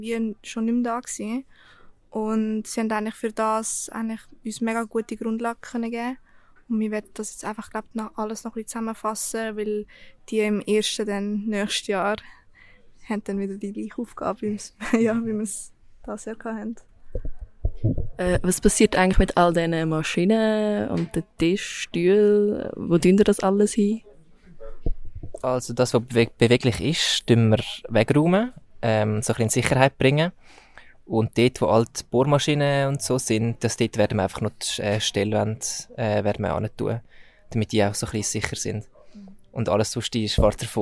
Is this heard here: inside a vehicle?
no